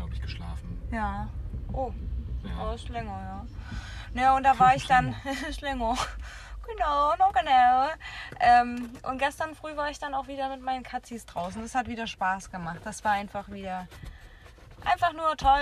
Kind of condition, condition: setting, inside a vehicle